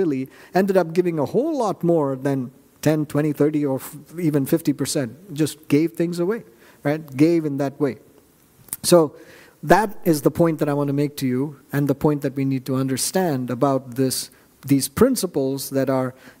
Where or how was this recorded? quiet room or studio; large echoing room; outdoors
large echoing room